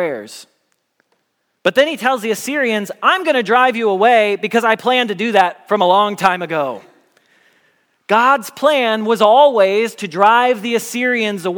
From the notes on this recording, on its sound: Message Preached at Valley Creek Church